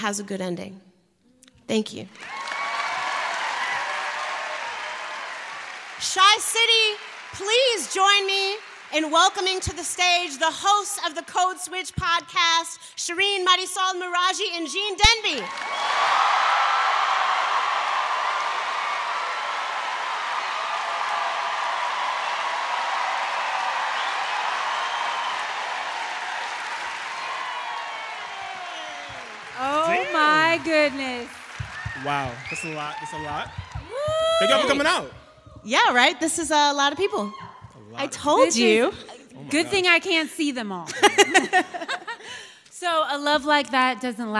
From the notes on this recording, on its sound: Live From Chicago.